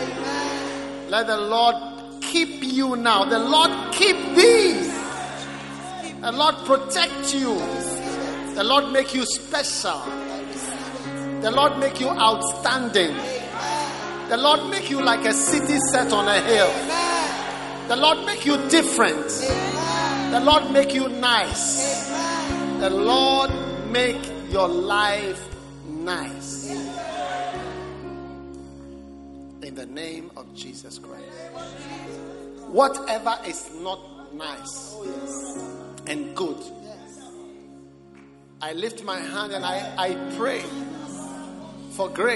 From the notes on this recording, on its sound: Preached at the Prophetic Encounter Service.